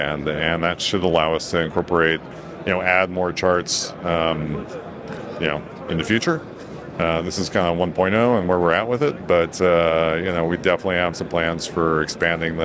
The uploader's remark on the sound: In the Digital Anarchy booth on the show floor at NAB